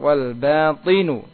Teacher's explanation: terus ah ba'nya tipis ya wadh-dhahiru wal batinu ya wal ba ba'nya tetap tipis yang tebal hanya to'nya saja